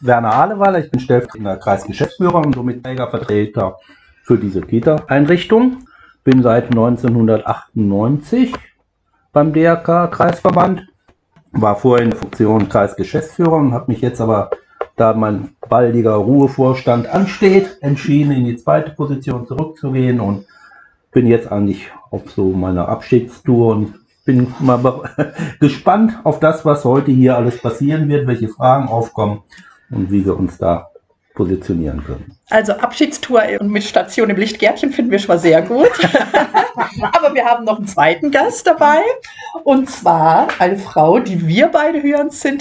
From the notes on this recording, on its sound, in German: Wir bitten um Entschuldigung für leichte Ton-Störungen zu Beginn dieser Folge!!!